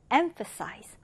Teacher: 이 단어 첫 음절에 일강세를 두고요. 그리고 여기 ph는 f 발음으로 해줍니다.